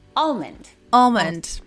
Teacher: Por eso esa L está muy presente y se tiene que pronunciar.